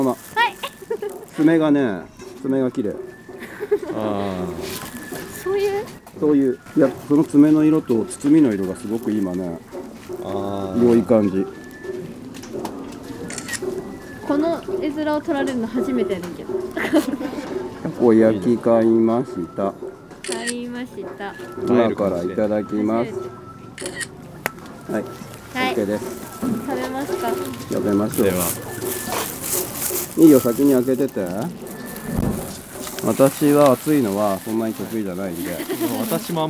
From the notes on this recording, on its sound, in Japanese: 初詣いってみた【はじめての屋外収録】。ゲストと一緒にはじめての野外収録してみたよ。